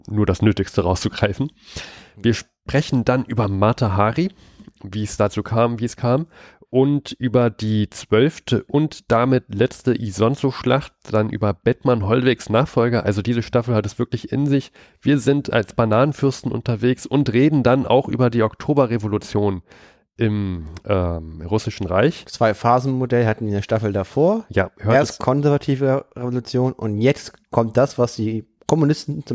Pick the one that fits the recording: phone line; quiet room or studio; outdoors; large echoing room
quiet room or studio